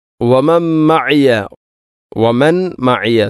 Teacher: സുക്കൂനുള്ള നൂനിന് ശേഷം മീം, ഇത് ഗാം കാമിൽ